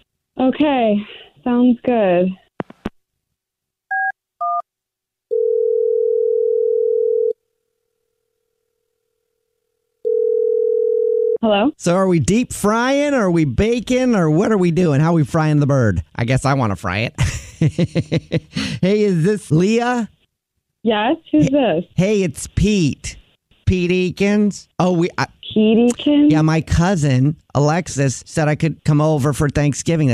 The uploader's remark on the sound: in this Phone Prank!